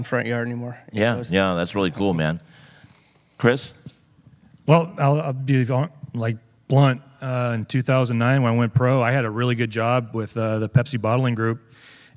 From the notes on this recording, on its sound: This presentation was recorded live during Midsummer Scream.